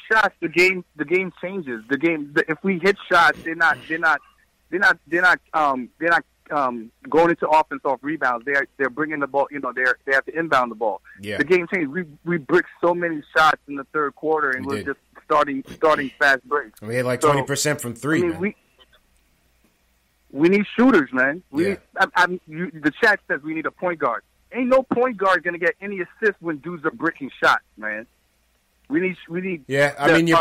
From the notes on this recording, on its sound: Knicks vs. Blazers Post Game Live Reaction & Fan Phone. Take live phone calls from fans around the world.